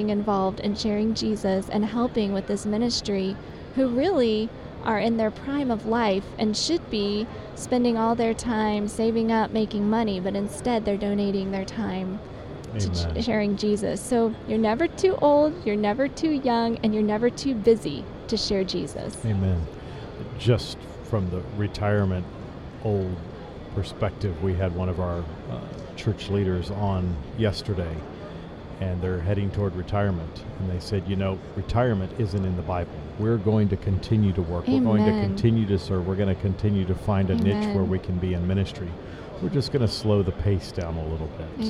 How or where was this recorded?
busy venue